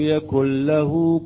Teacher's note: يعني اللام مشددة بدون أثر إلى النون